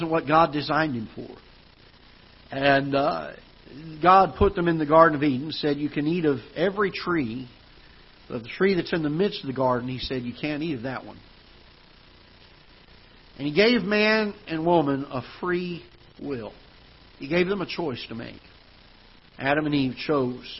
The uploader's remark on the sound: Ketha Heights Baptist Church ~ Live Broadcast.